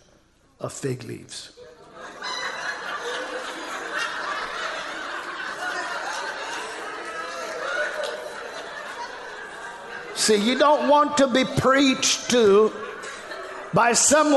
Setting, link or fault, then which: setting, large echoing room